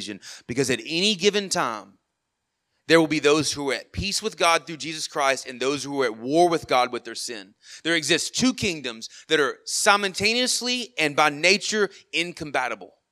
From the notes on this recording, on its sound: Sermon Audio from our worship service